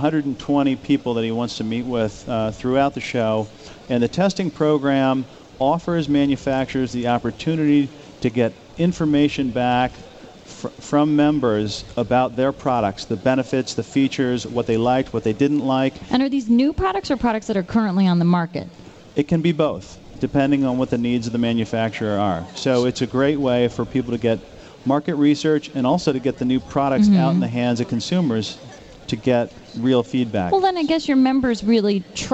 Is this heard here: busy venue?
yes